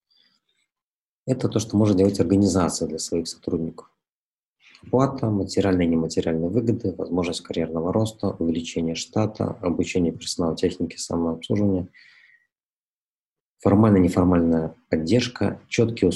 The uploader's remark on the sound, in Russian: Press Club Belarus, Stockholm School of Economics in Riga, Baltic Centre for Media Excellence провели этот вебинар.